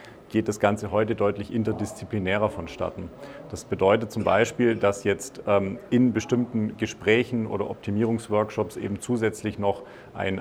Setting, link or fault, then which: setting, busy venue